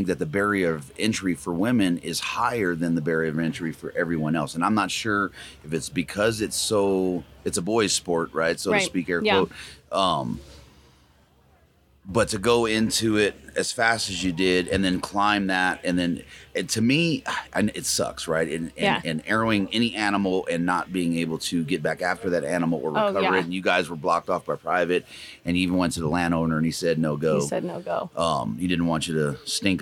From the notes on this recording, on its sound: Live from Mountain Archery Fest